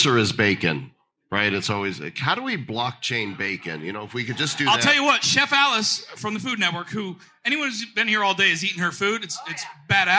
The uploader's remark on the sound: Live from SXSW at The Blokhaus. Austin, Texas has a reputation for being weird. We’re live on location at the Blokhaus, a venue where blockchain leaders are imagining the future together. We’ve been invited to do the show live before an audience.